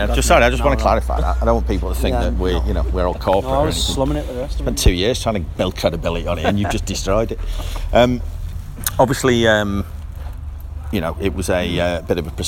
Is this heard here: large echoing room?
no